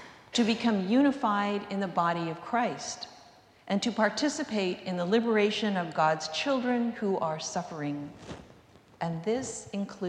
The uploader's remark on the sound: recorded live at the 10:00am service on Sunday, April 9, 2023.